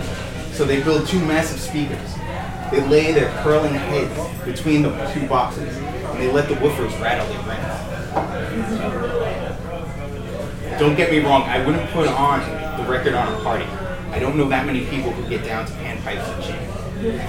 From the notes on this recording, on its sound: recorded at Brooklyn's Pacific Standard on 3/23/2016